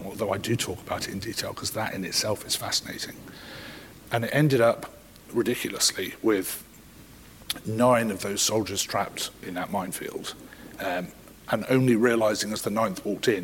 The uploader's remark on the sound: This episode was recorded live in front of an audience at the Brilliant Minds Showcase in London.